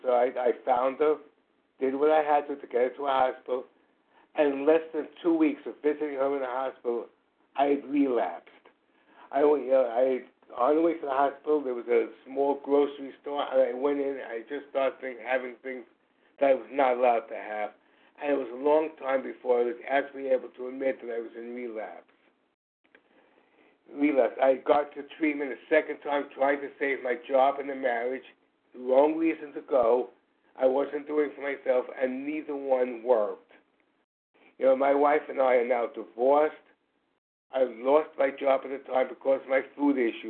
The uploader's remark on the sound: 100 Pounders Phone Meeting, 8/11/23